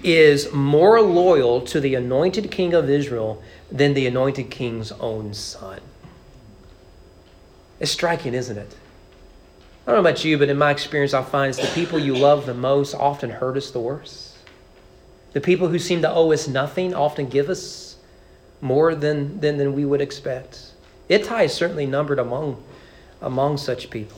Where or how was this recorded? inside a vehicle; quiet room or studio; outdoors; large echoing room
large echoing room